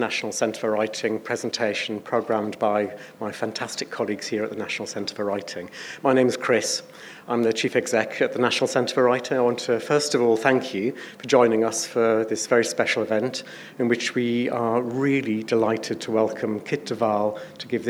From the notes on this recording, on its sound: Presenting the lecture in the beautiful environs of the Spiegeltent.